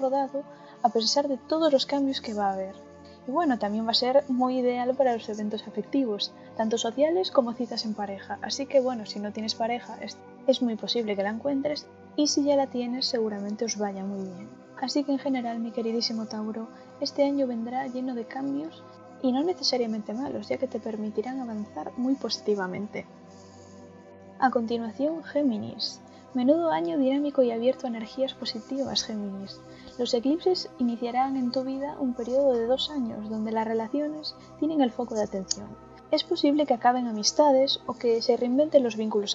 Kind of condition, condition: fault, background noise